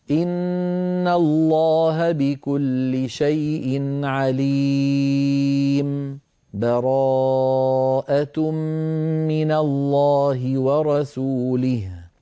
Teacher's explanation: عند الوقف، لأن المسكوت عليه حكمه حكم الموقوف عليه. لذلك أنا لما قرأت الآن مددت العرض للسكون أربعة مع أني سكت · Term: العارض للسكون